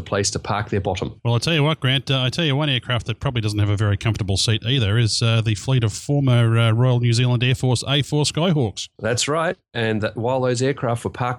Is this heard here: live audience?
no